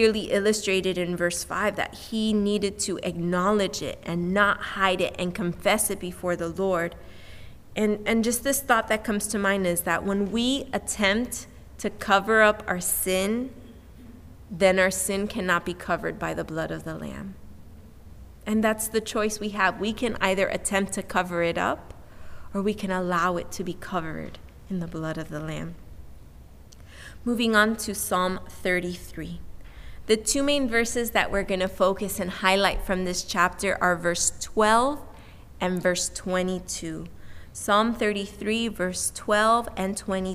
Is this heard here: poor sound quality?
no